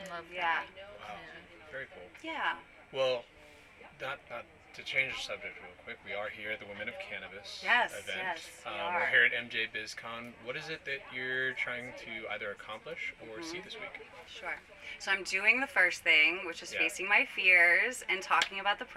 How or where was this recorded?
busy venue